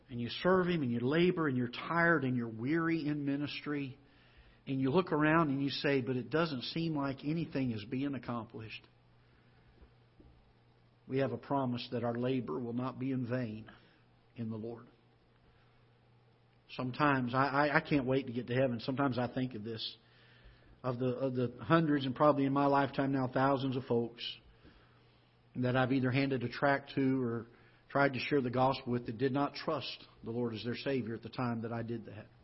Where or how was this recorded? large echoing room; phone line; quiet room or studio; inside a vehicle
large echoing room